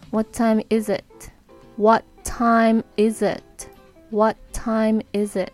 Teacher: t と t が重なるので最初の「what」の t が落ちて